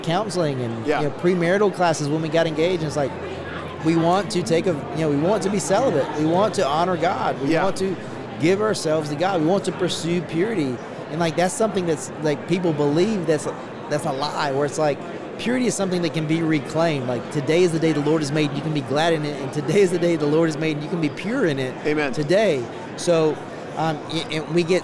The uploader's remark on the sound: LIVE from NRB 2022!